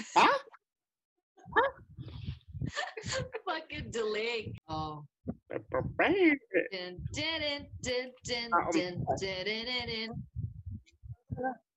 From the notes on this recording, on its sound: Technical Difficulties... Sorry about your ears...